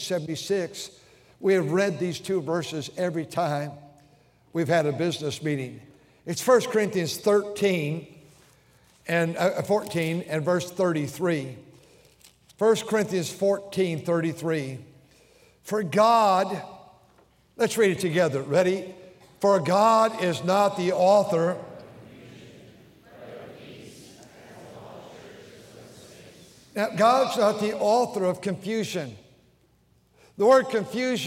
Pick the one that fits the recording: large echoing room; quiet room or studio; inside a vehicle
large echoing room